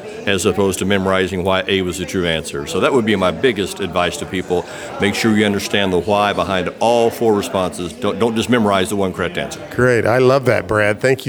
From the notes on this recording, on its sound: I was at the REEA Real Estate Educators Conference in Scottsdale, AZ, and interviewed some of the best minds and top real estate instructors from around the United States.